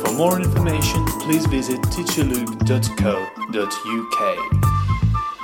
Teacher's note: I go quite low when I say UK